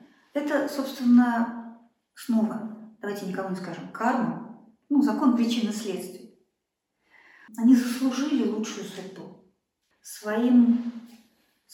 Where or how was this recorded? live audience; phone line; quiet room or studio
live audience